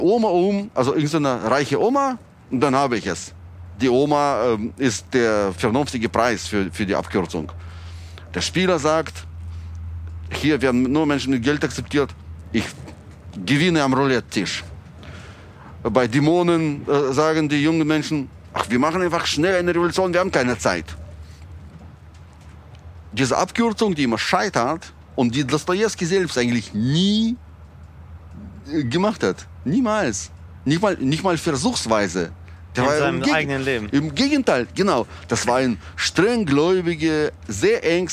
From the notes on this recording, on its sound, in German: Die nicht im ICE, sondern in einer Regionalbahn aufgezeichnet wurde. Auf der Fahrt von Berlin-Gesundbrunnen nach Löwenberg.